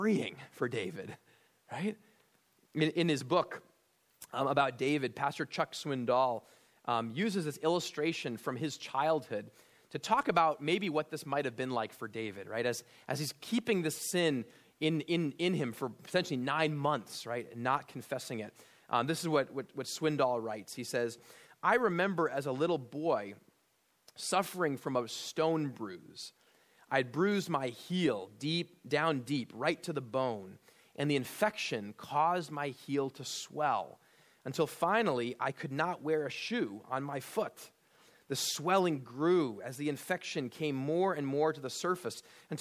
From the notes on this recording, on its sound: at Immanuel Lutheran Church in Pasadena, CA